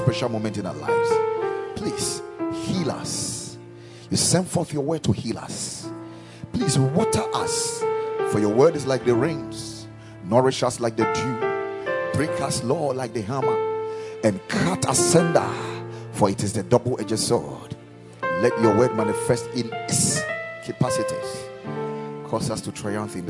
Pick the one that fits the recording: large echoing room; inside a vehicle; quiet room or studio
large echoing room